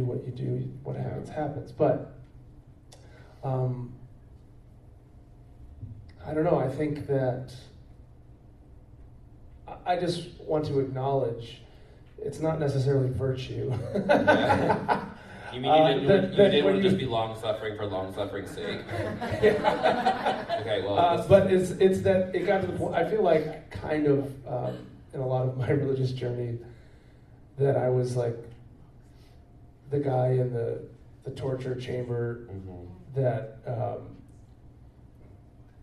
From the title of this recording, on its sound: Live from QCF!